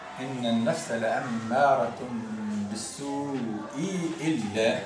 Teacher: الحكم اللي يخذناه تسهيل الأولى وتحقيق الثانية مع جواز التوسط والقصر